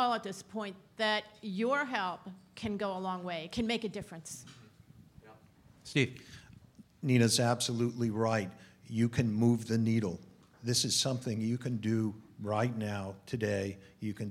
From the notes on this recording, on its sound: Highlights from the GIVE TO LIVE benefit held in Los Angeles recently